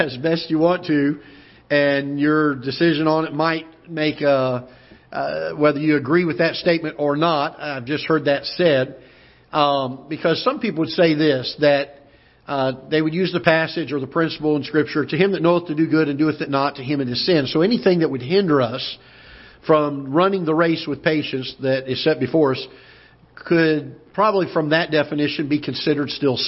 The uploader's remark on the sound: Ketha Heights Baptist Church ~ Live Broadcast